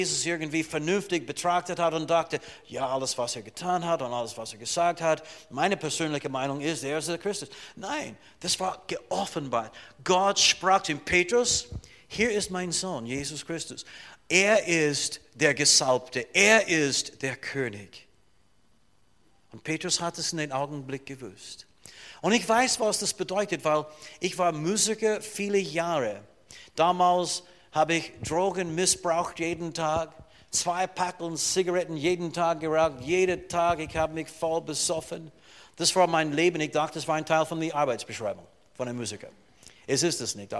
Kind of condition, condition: setting, large echoing room